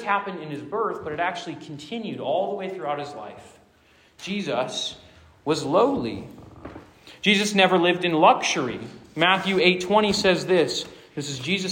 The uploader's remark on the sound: Preaches at Rooted Retreat 2023. This sermon was preached to a Junior + Senior High audience.